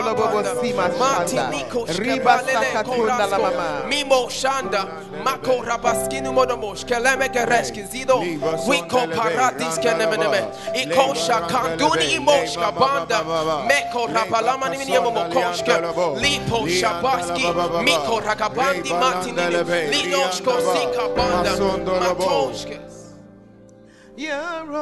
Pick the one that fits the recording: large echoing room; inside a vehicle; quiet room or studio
large echoing room